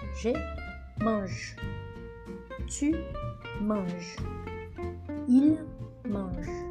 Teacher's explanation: é o som do G bem fraquinho no final